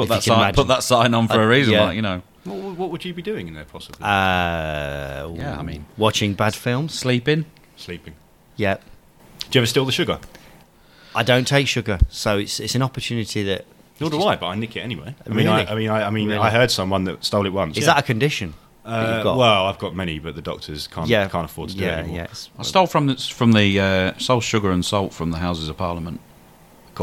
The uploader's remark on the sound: Recorded at the English Open in Crawley.